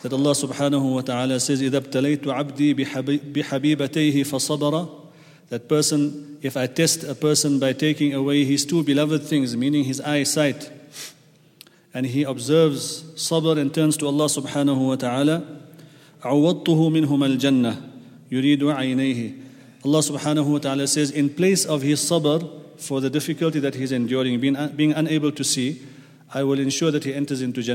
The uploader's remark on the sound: at the Houghton Masjid (West Street)